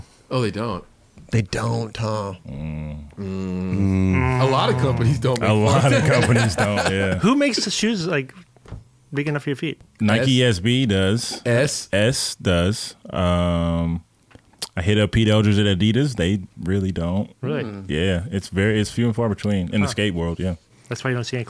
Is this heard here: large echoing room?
no